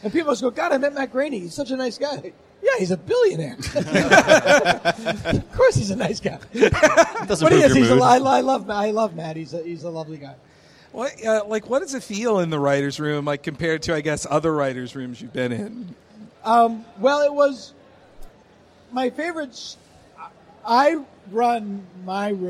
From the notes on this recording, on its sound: Recorded at SF Sketchfest Nightlife on January 18, 2018. Did our first live show. We got to have a live chat with Simpsons writer/standup legend/creator of Stan Against Evil.